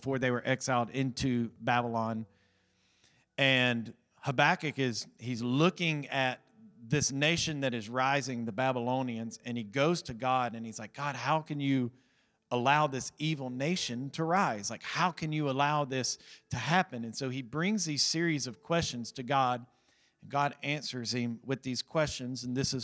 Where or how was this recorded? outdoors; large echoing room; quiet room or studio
large echoing room